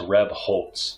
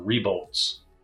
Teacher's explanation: people like to put the T sound in between the L and the Z because they think it should be there · Shown in: second take